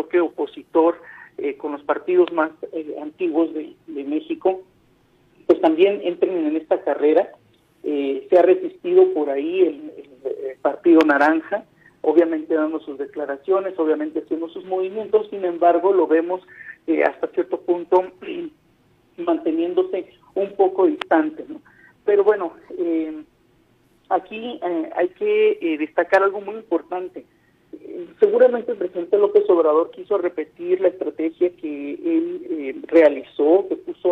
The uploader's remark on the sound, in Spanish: entrevistamos vía telefónica